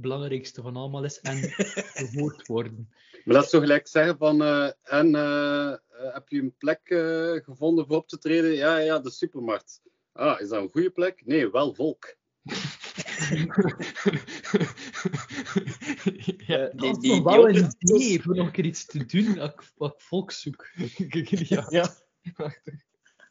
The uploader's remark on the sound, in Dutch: We halen Skype nog eens van onder het stof voor deze knotsgekke aflevering van de KapotKast.